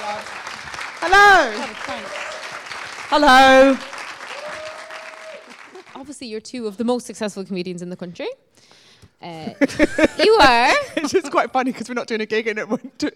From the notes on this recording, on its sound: In Regent St Cinema. A packed audience.